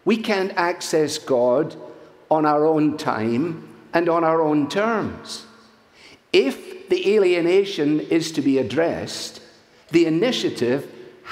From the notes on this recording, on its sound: from the stage at our Family Leadership Summit